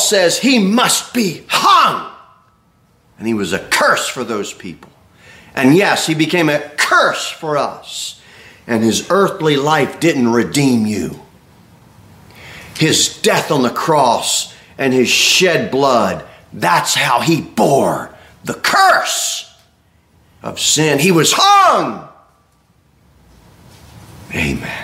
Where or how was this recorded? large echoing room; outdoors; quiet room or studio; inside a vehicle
large echoing room